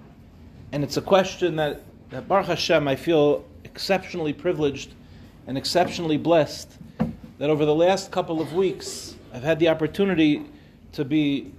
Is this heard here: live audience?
yes